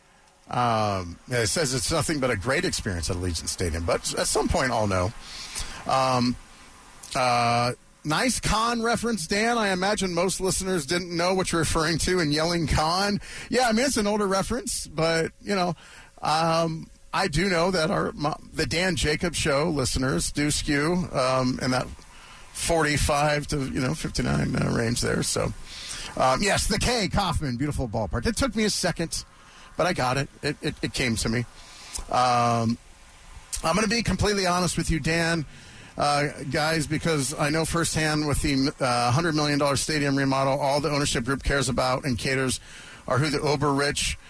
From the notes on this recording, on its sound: after practice live from training camp.